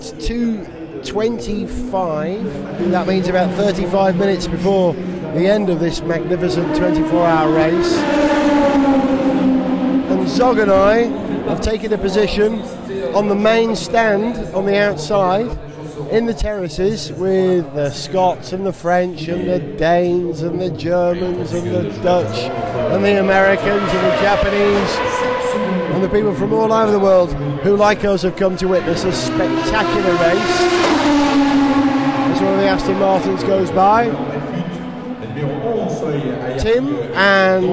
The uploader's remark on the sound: 94 Le Mans 2009. Capture the sounds and atmospheres of the race start, the circuit at night and the dramatic moment as Peugeot cross the line as winners.